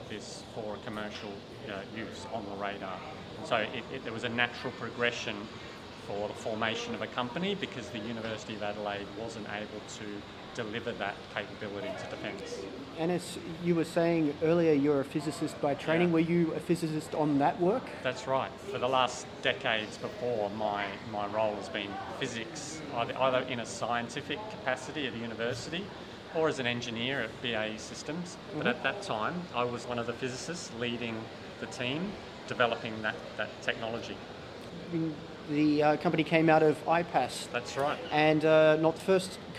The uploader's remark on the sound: The episode was recorded at Land Forces 2022